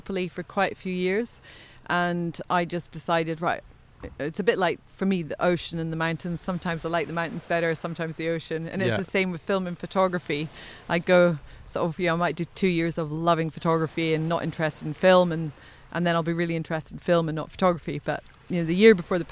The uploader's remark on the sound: We recorded this one on Brighton beach in mid May